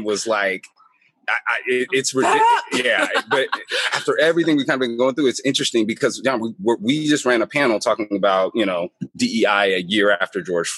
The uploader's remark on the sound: Live from the VRMA International conference in San Antonio